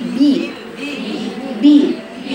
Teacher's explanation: ده حرف شديد تطبيق الشفتين · Term: الباء